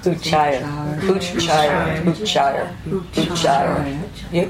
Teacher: I try not to aspirate on this double cha like I usually do.